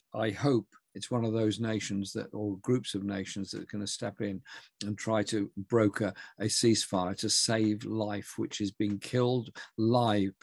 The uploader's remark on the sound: An online event as part of Arise 2022 - A Festival of Left Ideas.